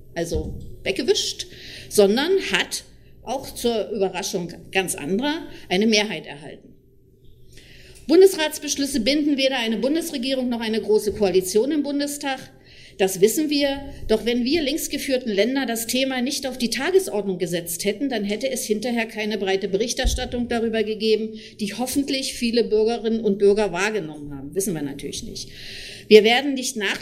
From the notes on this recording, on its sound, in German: Mitschnitte eines Workshops des Forums Wirtschafts- und Sozialpolitik im Juni 2015